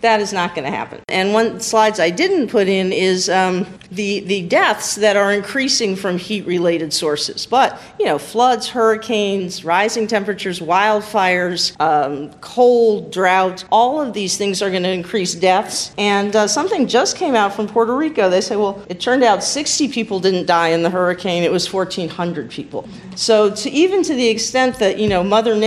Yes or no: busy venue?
yes